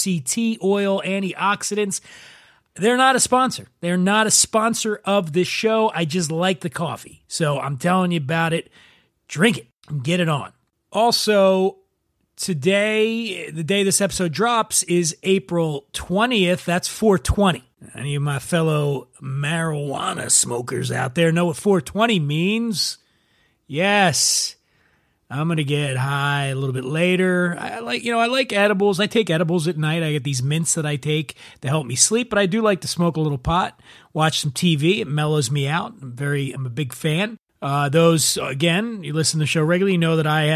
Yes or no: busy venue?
no